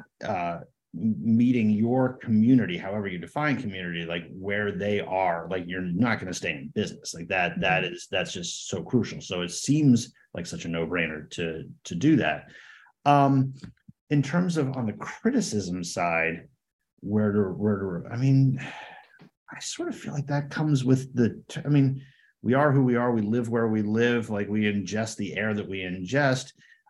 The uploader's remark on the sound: These discussions were live-streamed over zoom and recorded.